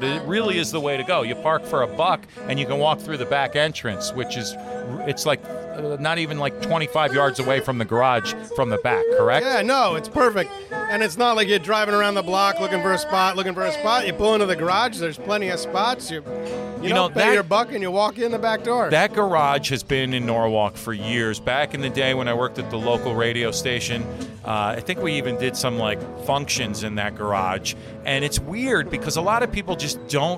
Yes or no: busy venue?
yes